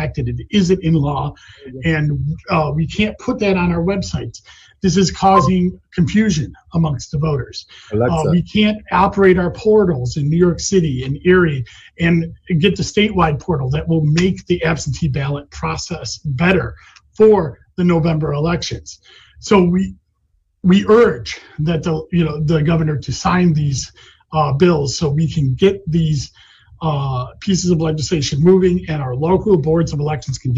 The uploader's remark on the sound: I appeared via Zoom to testify